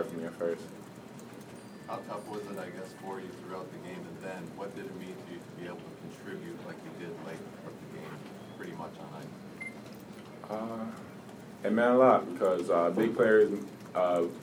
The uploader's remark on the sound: Press Conferences & Post-Game Interviews